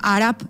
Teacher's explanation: Que diem àrab i sona una P. Encara que sona una P.